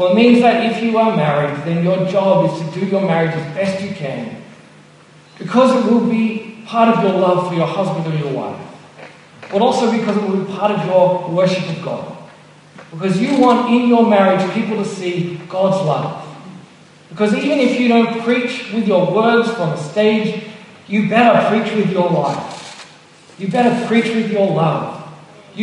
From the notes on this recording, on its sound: Apologies for the poor audio quality. Originally preached at Mitcham Baptist Church in 2015.